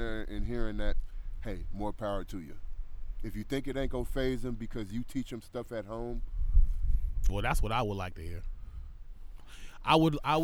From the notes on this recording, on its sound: Podcast was recorded at Kellers Beach in Point Richmond. Some even stopped the podcast to talk to him.